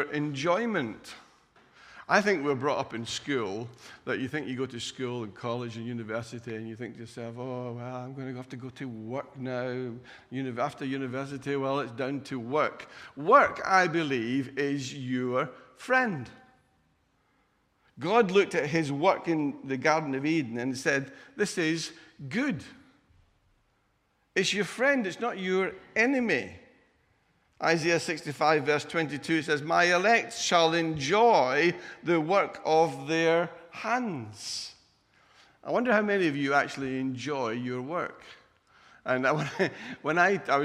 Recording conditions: large echoing room